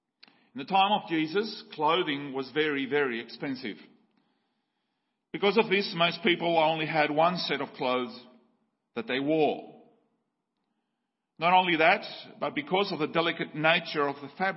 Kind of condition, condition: setting, large echoing room